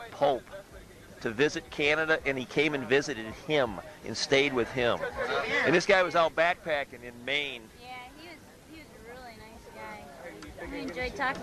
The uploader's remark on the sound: It was recorded at Trail Days. In Damascus, Virginia. The interview was done in a field, with a small handheld mic and cassette tape recorder. Don't expect high fidelity.